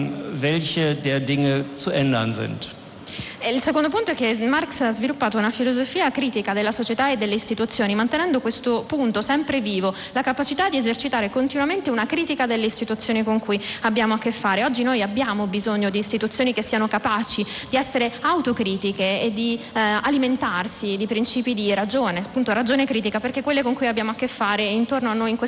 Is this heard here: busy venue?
yes